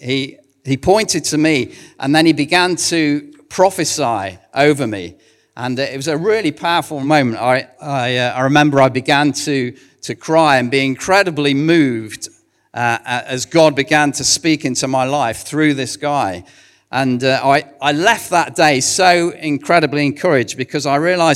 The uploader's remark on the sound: recorded at One Church Central